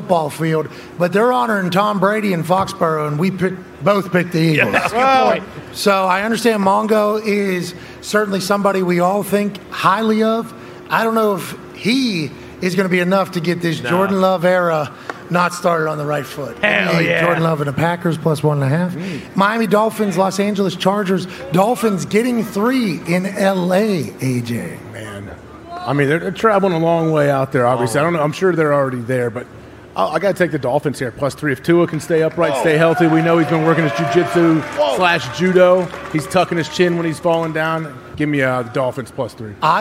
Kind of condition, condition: setting, busy venue